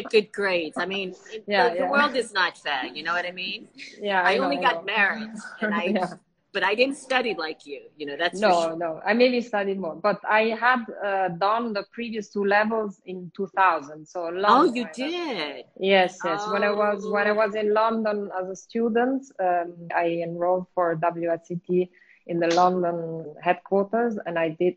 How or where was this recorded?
video call